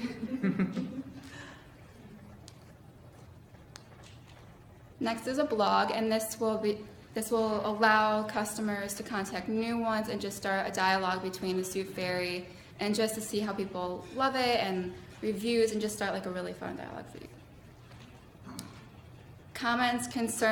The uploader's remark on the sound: Small Business Client Presentations. Presentations by ENTP 346 students for local businesses. Recorded at City Hall, Lake Forest IL.